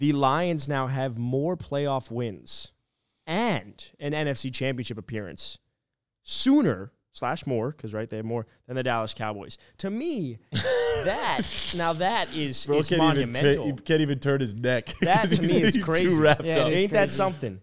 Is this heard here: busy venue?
no